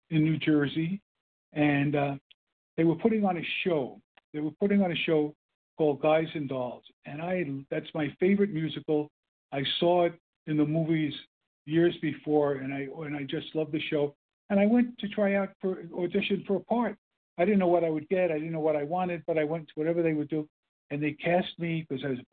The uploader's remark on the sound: 100 Pounders Phone Meeting